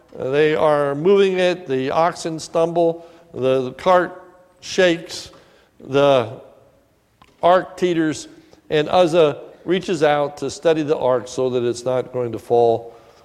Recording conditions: large echoing room